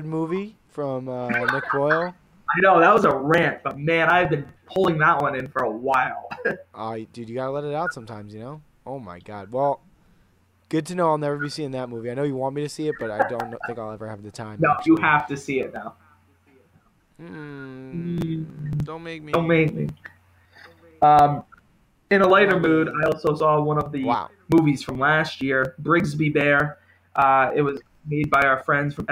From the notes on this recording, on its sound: record the show during a blizzard so there are some audio issues with some terrible internet issues